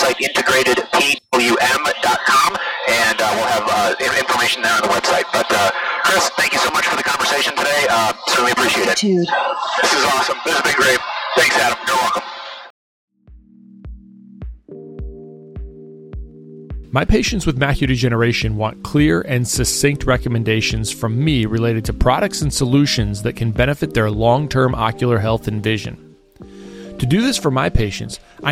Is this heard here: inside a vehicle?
yes